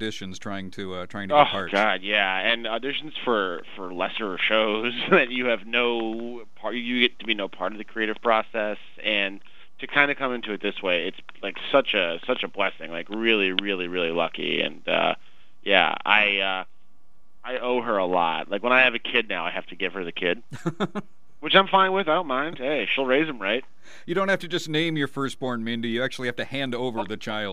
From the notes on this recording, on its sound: called in to discuss